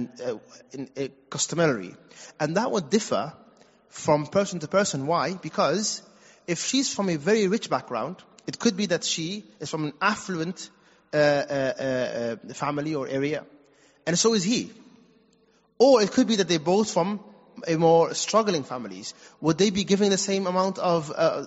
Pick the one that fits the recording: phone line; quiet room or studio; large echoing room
large echoing room